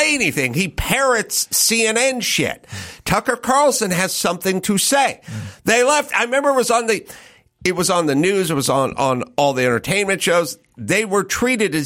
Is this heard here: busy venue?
no